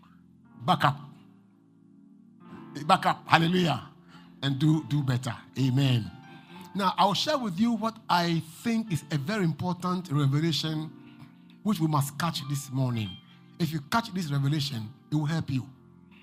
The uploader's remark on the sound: Preached at LCC Goshen